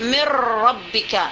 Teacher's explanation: mana makhraj nun, mana dengungnya nun, sudah tidak ada lagi mirra, mirra sudah menjadi ra semuanya · Term: idgham kamil